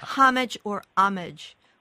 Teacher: Whether you pronounce the H or not, the first syllable is accented.